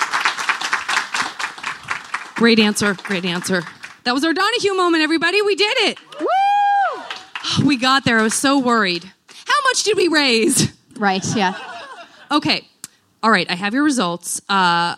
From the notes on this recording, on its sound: Enjoy the gentle rocking of this special live episode, recorded for the first time ever on a boat. Live at JoCo Cruise.